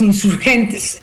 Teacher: Entonces decimos insurgentes, y la E final apenas se hace audible cuando hablamos rápido